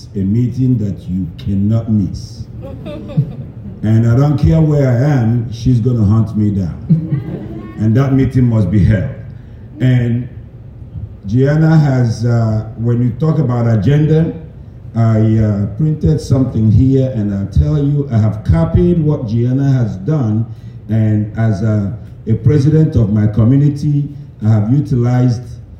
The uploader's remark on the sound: A unique episode; we captured the audio from a live event. In partnership with United Way's EMERGING LEADERS volunteer network Community Schools led a panel conversation.